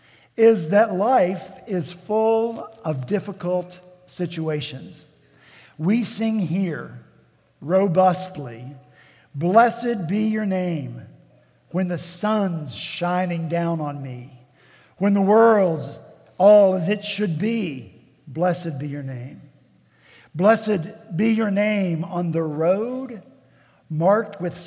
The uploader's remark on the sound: At Redeemer Presbyterian Church in Charleston, SC